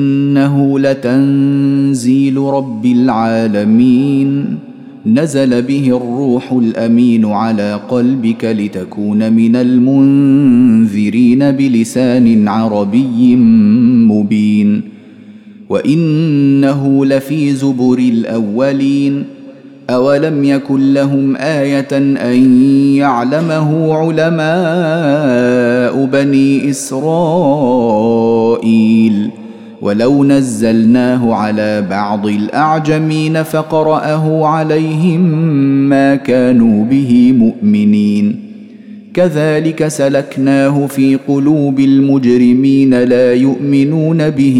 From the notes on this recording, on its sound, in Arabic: مسجل من صلاة التراويح بمسجد السلام بحي مشرفة بجدة.